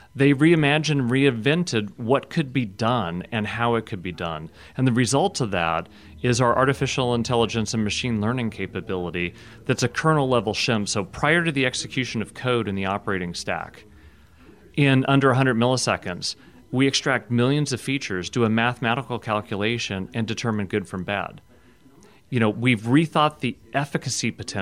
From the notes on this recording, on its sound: at RSAC 2018 security conference in San Francisco